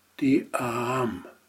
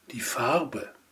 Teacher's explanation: Nach einem kurzen A verschwindet das R ganz, bewirkt aber, dass in diesem Fall das A lang ausgesprochen wird. · Shown in: first take · Term: verschluckten R